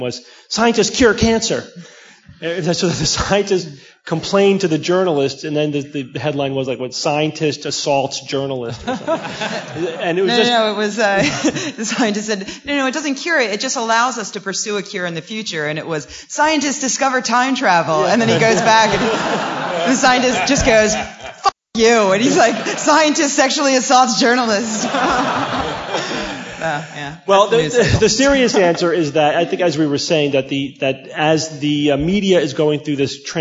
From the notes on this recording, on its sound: Live from NECSS. Live QA.